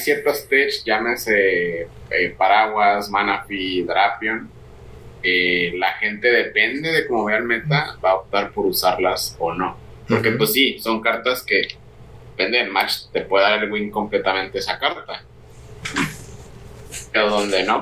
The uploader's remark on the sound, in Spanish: De antemano una disculpa por los problemas técnicos de audio en este episodio.